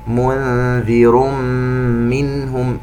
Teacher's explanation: النون عند الذال إخفاء والتنوين عند الميم إضغام بغنة، والنون عند الهاء إظهار حلقي.